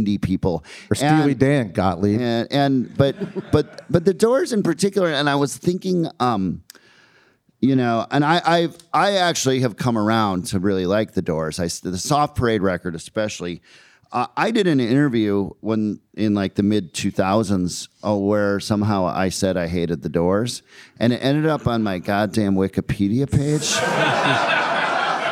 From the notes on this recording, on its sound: It was recorded live in front of a wonderful audience at Rev Hall Show Bar in Portland Oregon during our amazing weekend of shows there. This was our first episode with more than one guest.